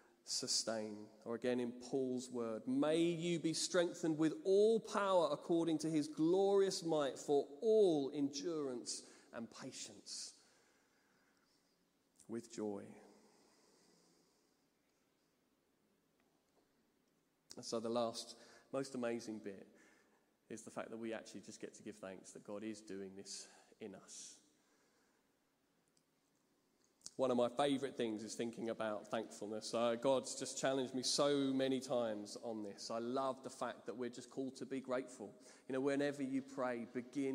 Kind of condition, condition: setting, large echoing room